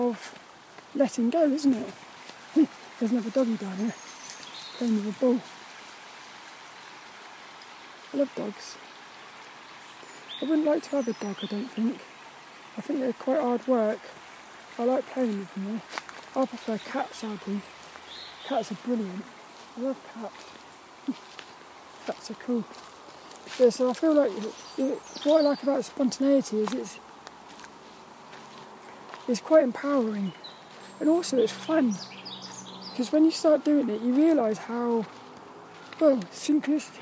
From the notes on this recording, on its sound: This Walk and Talk episode sees me walking around the local woods of Saltrum, while talking about random topics. Hope you enjoy the atmospheric sounds on this one.